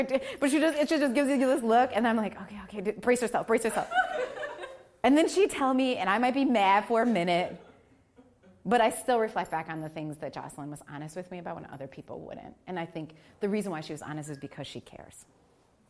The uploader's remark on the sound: This event was recorded live in March 2019 at the Portico Cafe, in Tampa, Florida.